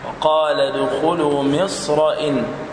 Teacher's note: فخم الراء لأنها مفتوحة